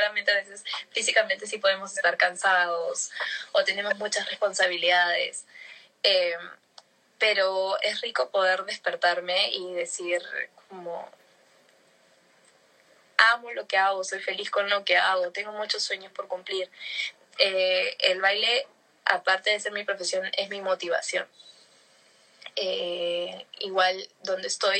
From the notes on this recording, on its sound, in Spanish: el audio del Instagram Live